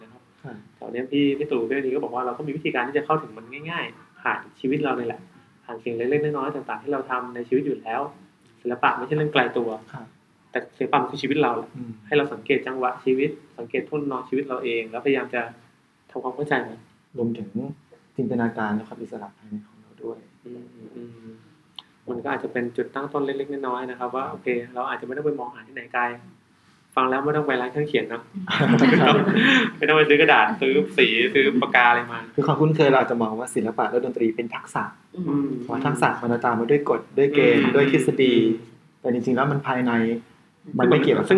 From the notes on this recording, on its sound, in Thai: ด้วยความผิดพลาดบางประการในการบันทึก ทำให้คุณภาพเสียงในตอนนี้ขาดความชัดเจนไปพอสมควร จึงขออภัยมา ณ ที่นี้ครับ.